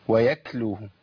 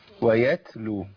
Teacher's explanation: بيمكن لمخرج الكاف بدل مخرج التاء لانه ده الاسهل فيعمل همس في مخرج الكاف